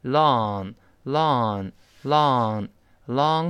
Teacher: 美式发音呢，这嘴就舒服多了，呃，没有撅起嘴来动作